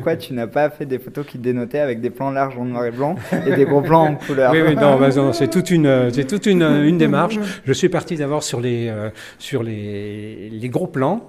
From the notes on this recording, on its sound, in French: Voici mon reportage au Festival Burkin'art organiser par le centre socio-culturel Totout'art à Villeneuve les Avignon.